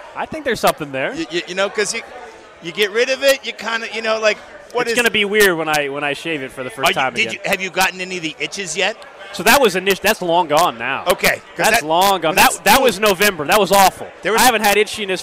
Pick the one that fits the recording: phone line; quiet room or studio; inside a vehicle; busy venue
busy venue